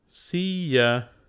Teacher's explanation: Long E connects to the next vowel sound with Y.